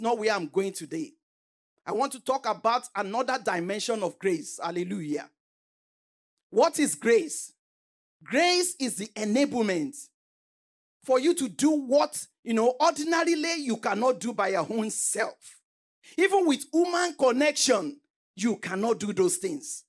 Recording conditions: large echoing room